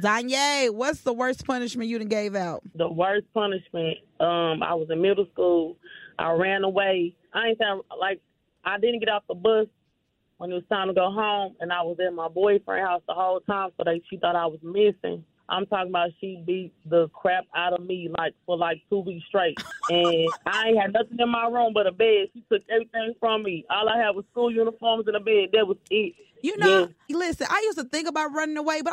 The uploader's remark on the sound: Listeners call in and share their experience as a parent.